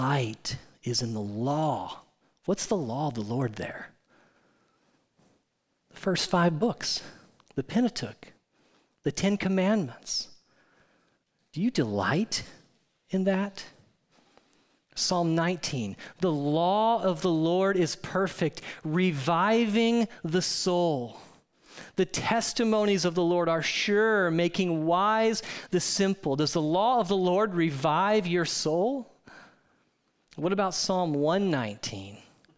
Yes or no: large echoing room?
yes